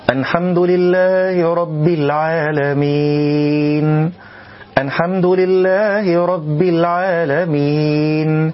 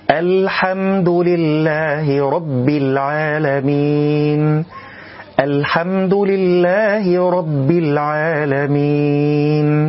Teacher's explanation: الخطأ إدخال صوت الغنة على حرف اللام من كلمة الحمد، فالبعض يقرأها نونا أو بين النون واللام · Shown in: first take